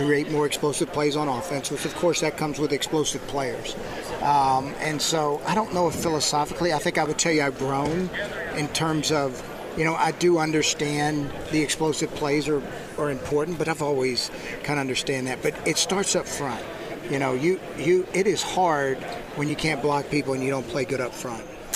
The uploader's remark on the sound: Live From the NFL Combine!